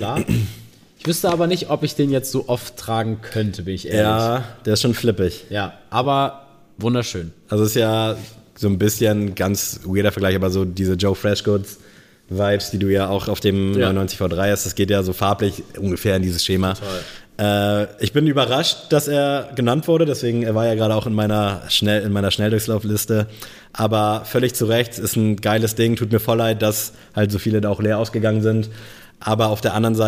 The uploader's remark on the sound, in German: Danke an Allike, dass wir in eurem Store die Aufnahme realisieren konnten.